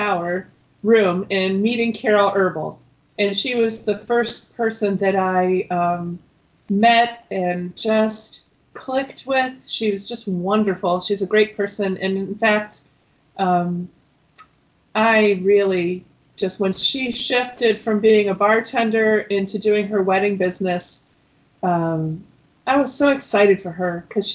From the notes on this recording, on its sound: In this episode I Skype with singer/songwriter